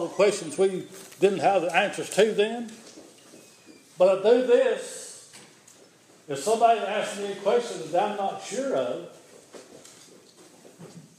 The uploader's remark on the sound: This is an audio recording of the Sunday service at Persia United Methodist Church in Rogersville, TN